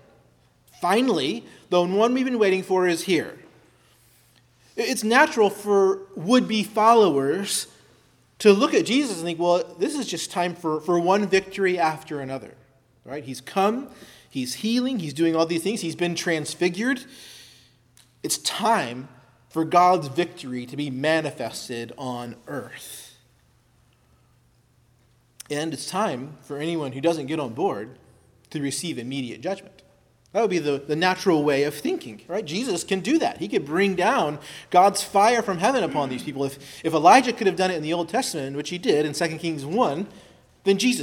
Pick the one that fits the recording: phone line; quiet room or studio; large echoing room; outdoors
large echoing room